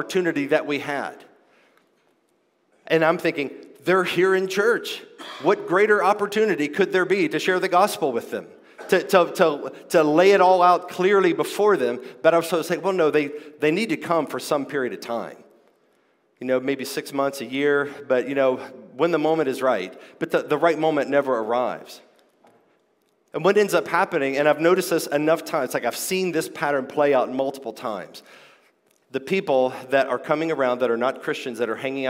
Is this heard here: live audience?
yes